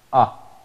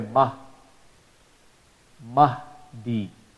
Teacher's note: So fatha has the same sound of alif. The stretch of voice is half. So the voice of alif is ah.